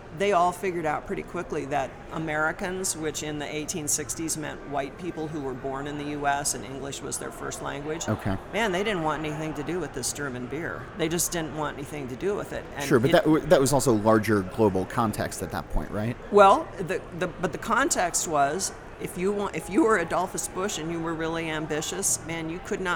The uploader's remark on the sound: recorded in Denver during the Great American Beer Festival